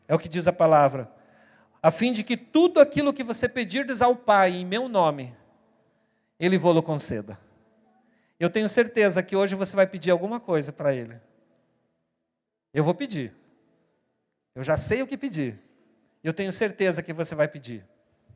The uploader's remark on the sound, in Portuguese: na Igreja ABA Curitiba (Transmitido ao vivo)